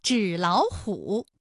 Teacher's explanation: 节都变成三五，就是二声，哎，也就成了本来是三个三声吧，二幺四加二幺四加二幺四，那演变成了前两个音节是二声，也就是三五，三五加三五，最后一个字是二幺四。那类似的词还有像手写体、洗脸水，是不是前两个字都是二声，第三个字是三声呢？哎，这是第一种情况。我们再来看第二种情况，纸老虎。我们也是要把语义划分一下，成纸和老虎。那么这种情况下，音变的情况就应该是第一个音节变成二幺，第二个音节变成三五